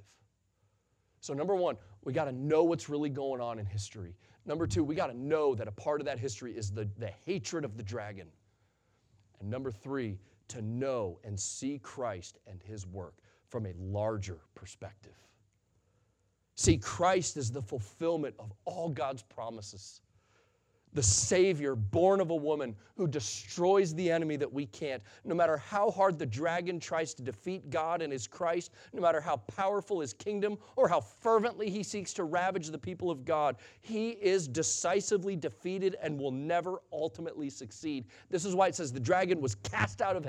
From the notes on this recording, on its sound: Sunday Morning Sermon Audio.